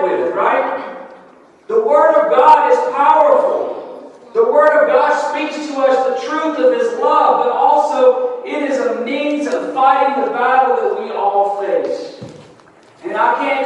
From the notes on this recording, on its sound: Recorded December 4, 2022 at Friendship Baptist Church.